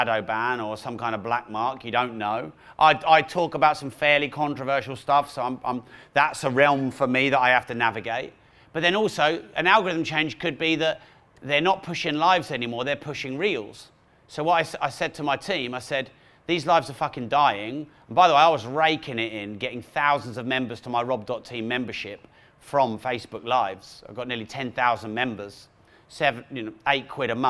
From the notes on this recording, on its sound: With insightful questions from audience members